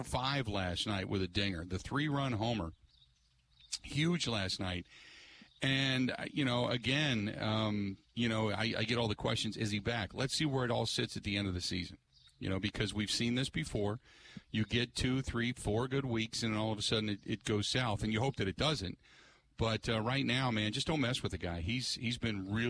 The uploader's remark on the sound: With the show broadcasting live from the Rock Sports Complex in Franklin.